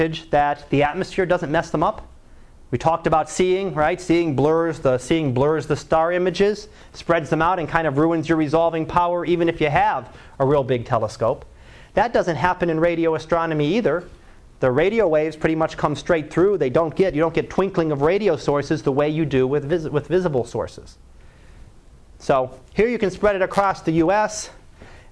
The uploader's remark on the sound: Live Class Lecture 2012 Sep 17